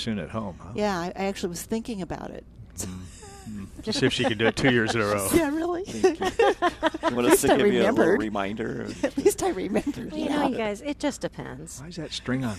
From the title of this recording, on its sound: Plant Experts Live at Prairie Gardens